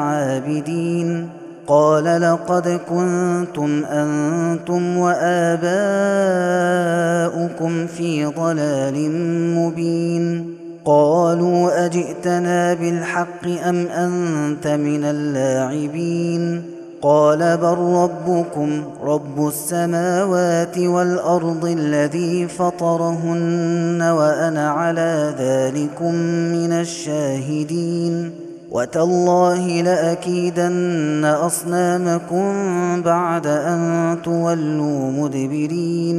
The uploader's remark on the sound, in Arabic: هذا التسجيل من صلاة التراويح.